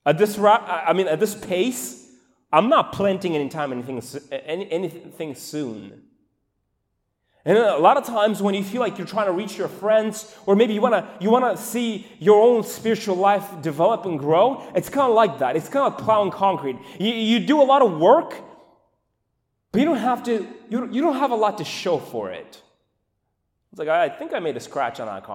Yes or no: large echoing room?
yes